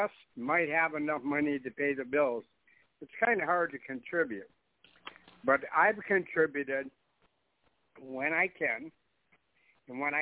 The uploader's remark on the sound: TNTSuperfantastictic Conference Call